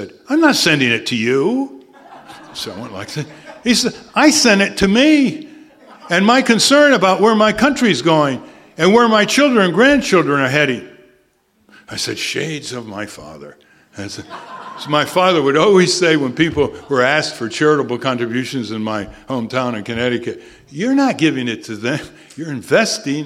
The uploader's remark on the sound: From campaign speeches delivered on August 3rd at the Community Center in Sebastopol, California.